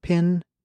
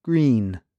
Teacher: to say I, your face is very relaxed, but to say E, you are pulling the sides of your mouth almost like you're smiling. It's a bigger mouth movement.